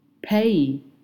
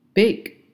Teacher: 这个 p 和 b，它们发音的区别就是在于你的声带有没有震动。对于浊辅音 b 来说的话，你发音的时候你的声带会震动的，但对于轻辅音 p，你发音的时候你的声带是不会震动的。好，以上内容请大家反复聆听，跟读模仿。